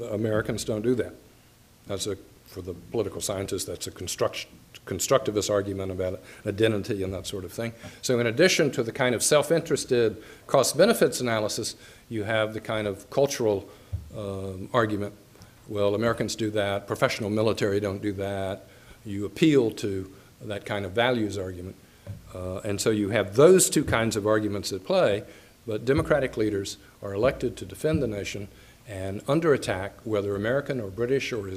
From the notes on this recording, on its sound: Nebraska Colloquium lecture. The University of Nebraska-Lincoln.